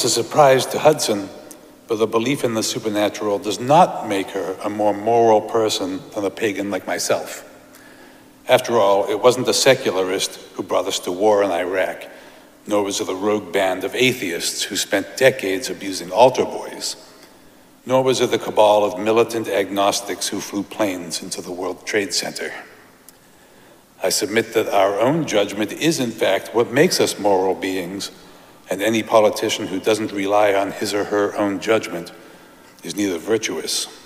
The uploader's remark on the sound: Recorded live at Arlington Street Church, Sunday, July 30, 2023.